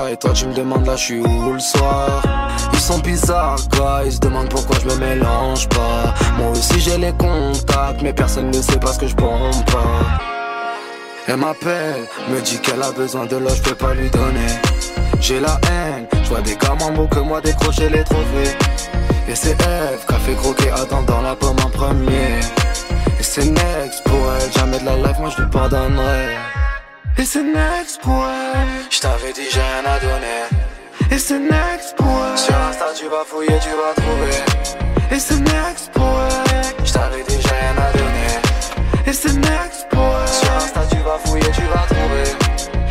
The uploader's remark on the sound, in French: En LIVE de Paloma à Nimes